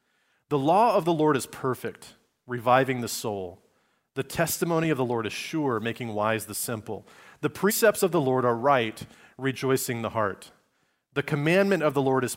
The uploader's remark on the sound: Recorded on Sunday, December 10, 2023, at Liferoads Church in Spokane, Washington.